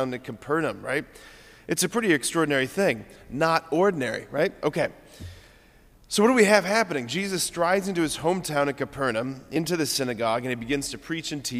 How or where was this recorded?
large echoing room